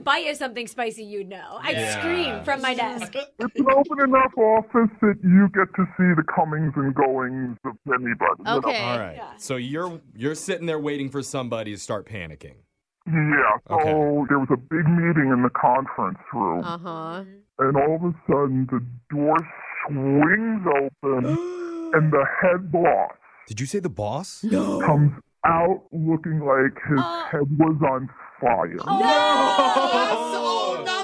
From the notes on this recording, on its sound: the listener on the phone